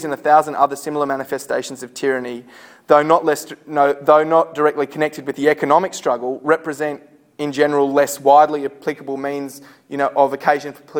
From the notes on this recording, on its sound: Recorded at a Solidarity meeting in Sydney, September 2012.